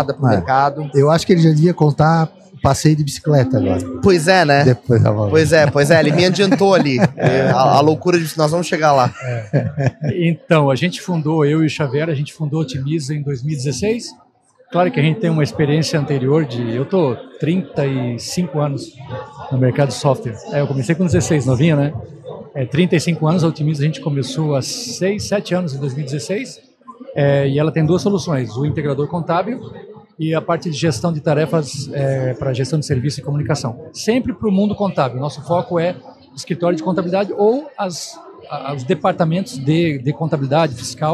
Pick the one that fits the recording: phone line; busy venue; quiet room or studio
busy venue